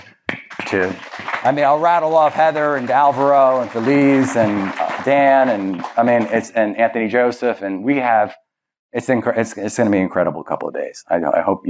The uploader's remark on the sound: Kicks Off LIVE in Dallas. I’m excited to release this keynote from Ultimate Partner LIVE. I wish you all could have been in the room to feel the energy, the excitement, and the spark around partnerships and igniting the ecosystem.